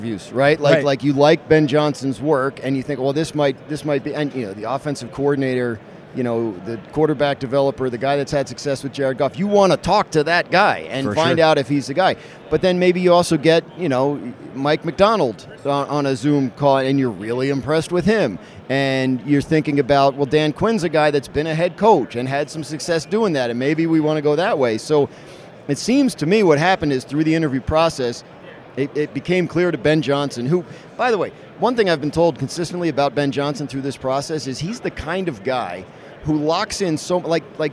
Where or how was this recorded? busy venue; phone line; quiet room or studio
busy venue